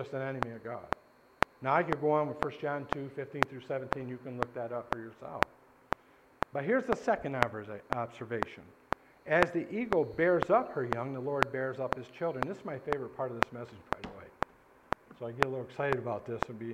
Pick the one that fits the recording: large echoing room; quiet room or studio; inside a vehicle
large echoing room